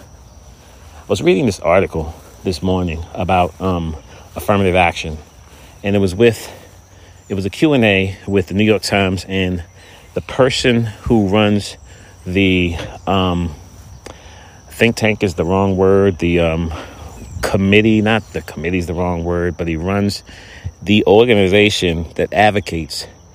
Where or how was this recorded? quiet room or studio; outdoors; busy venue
outdoors